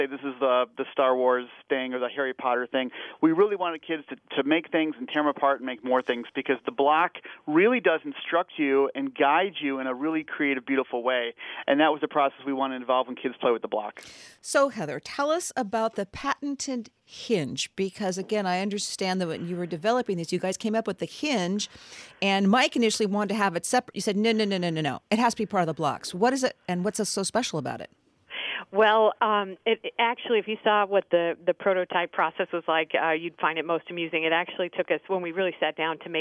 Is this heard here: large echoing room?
no